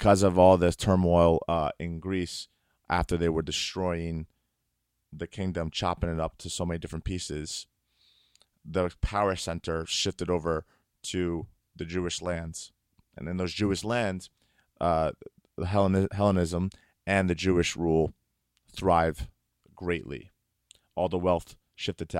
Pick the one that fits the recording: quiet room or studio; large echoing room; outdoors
quiet room or studio